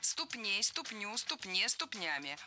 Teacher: Слово «ступня» имеет ударение на окончании во всех формах. Ступней, ступню, ступне, ступнями.